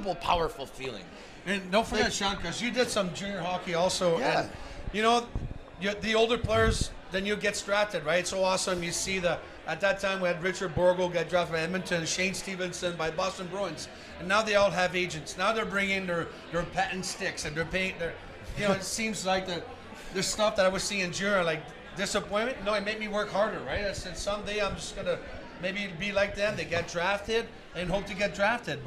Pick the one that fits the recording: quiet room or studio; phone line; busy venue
busy venue